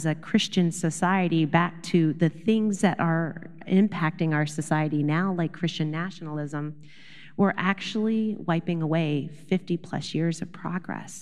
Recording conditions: large echoing room